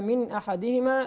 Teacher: نون ساكنه بعدها همزه اظهار ظهر حلقي